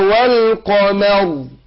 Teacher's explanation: الميم مفتوحة عندنا مرققة وبعدها الراء مفخمة عشان سكنت لأجل الوقف